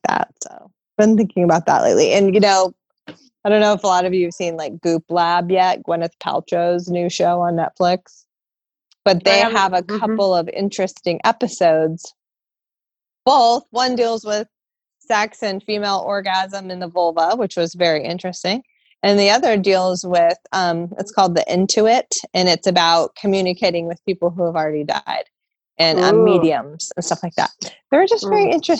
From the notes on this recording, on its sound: We chat via Zoom from the safety of our own homes in Seattle, the first hotzone of Covid 19 in the US.